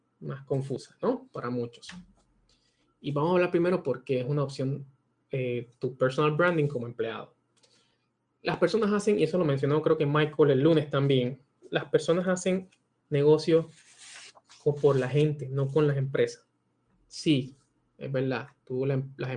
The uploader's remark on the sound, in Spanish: Audio del Webinar YO - Personal Branding presentado como parte del Mikel Media Digital Summit Spring 2020.